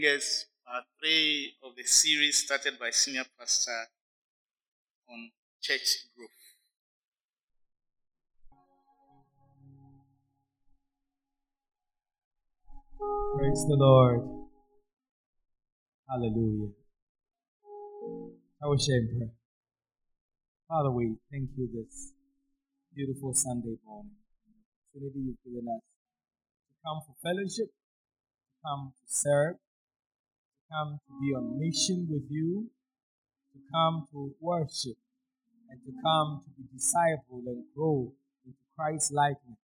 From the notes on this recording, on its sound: Sermon preached at CBC Shiashie Campus